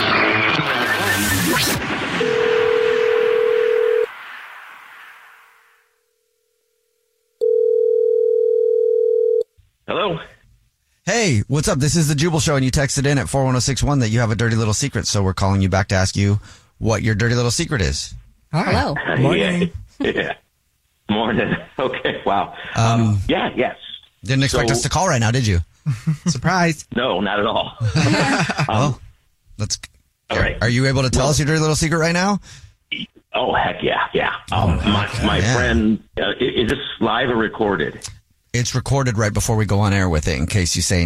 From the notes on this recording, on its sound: There is a listener on the phone who wants to tell us their Dirty Little Secret that is very very dirty!